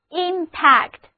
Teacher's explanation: 重音放在第一个音节上， A 字母是 A 的梅花音